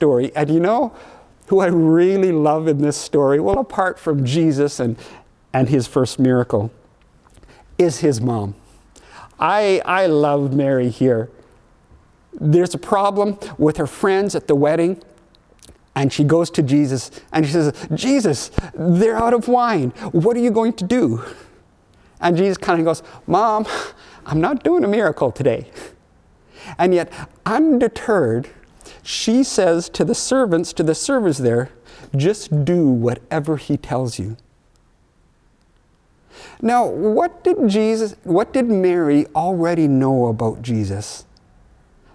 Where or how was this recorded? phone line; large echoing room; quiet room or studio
large echoing room